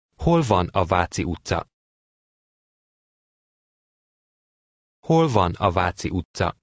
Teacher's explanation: A question containing a question word has a high rise on the question word and then a gradual fall. · Term: intonation